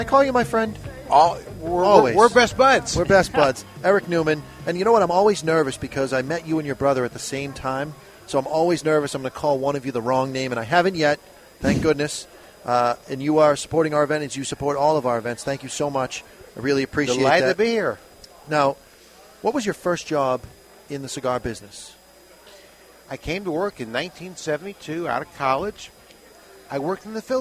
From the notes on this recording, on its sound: Two Guys Smoke Shop 28th Anniversary PARTY! Live from an undisclosed location, it's Two guys Smoke Shop's 28th Anniversary...